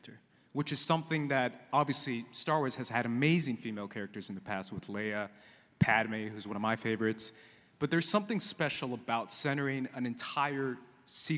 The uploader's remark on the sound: Please enjoy this recorded panel from Star Wars Celebration Anaeheim 2022!